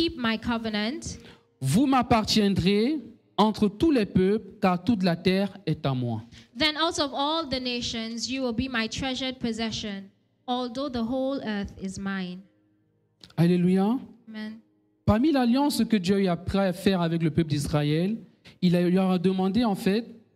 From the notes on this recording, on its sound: Preached during Joyful Hour Sunday Service